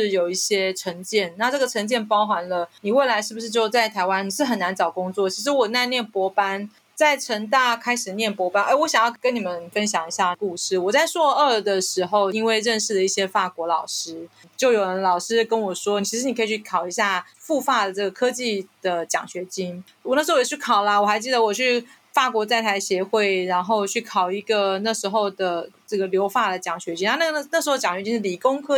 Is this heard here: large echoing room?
no